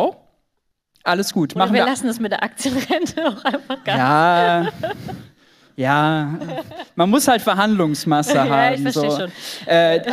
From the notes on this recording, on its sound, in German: Aufnahme von der Buchvorstellung zu “GENUG!”.